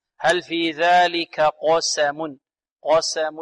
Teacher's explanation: نفخم القاف ونرقق ماذا؟ السين · Term: القاف مفخمة